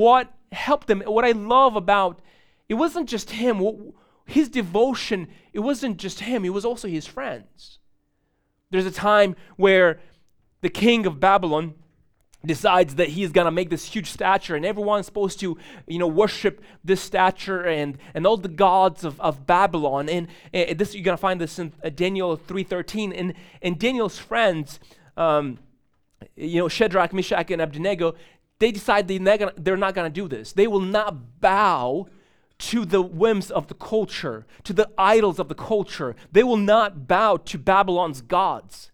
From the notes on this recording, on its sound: These sermons are recorded live in churches all around the U.S but primarily at City Hill Church in Bellevue WA.